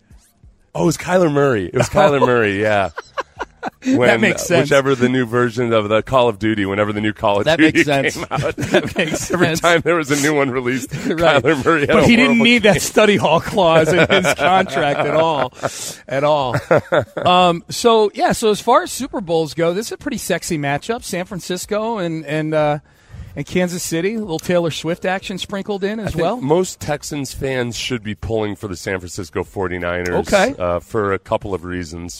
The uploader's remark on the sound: live on Radio Row in Las Vegas!